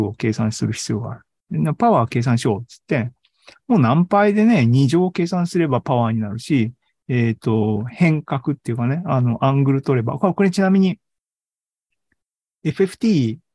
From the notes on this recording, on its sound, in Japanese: ２０２２年１１月３０日に開催した ZOOMライブの模様です。